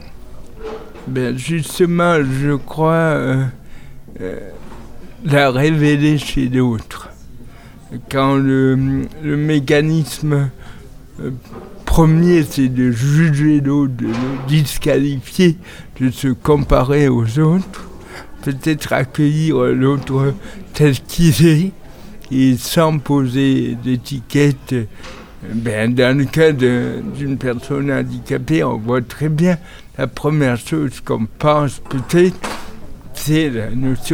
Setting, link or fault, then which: setting, busy venue